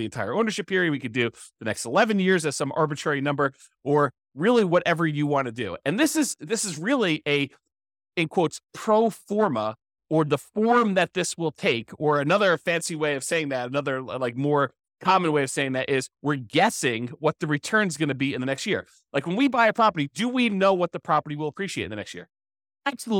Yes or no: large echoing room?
no